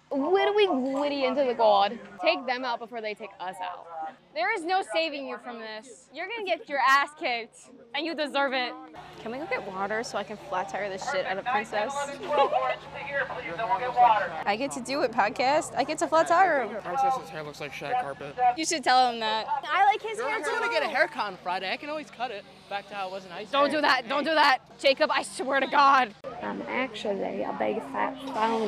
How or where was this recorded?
outdoors